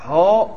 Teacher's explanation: در ادا کردن ها نفس فرستاده می شود از باطن به ظاهر، ها وقتی می خوای بگی نفس از باطن میاد به ظاهر، فیناسب و تثبیت و ثابت، پس این مناسبت داره با تثبیت ثابت که یه امر ثابت وجودیه.